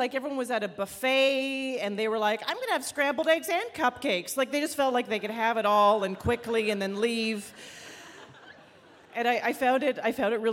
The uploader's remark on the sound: Live from Tarrytown. A special live edition of The Moth from Tarrytown, New York.